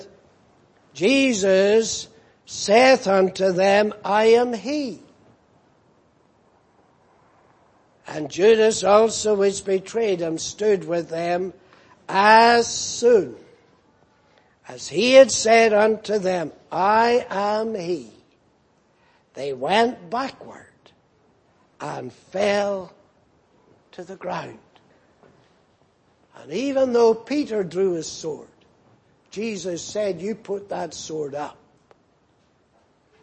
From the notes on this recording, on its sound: Preached in Grafton. At the Lord's Day Morning service.